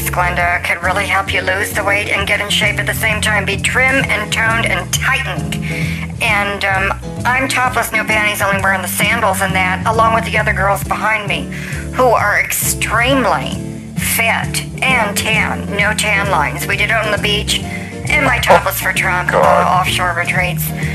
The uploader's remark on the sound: Open The Phone Lines